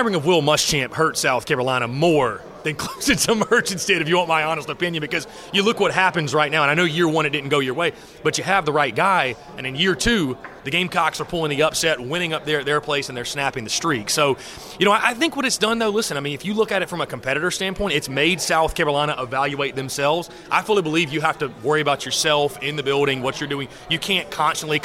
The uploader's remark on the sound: LIVE from SEC Media Days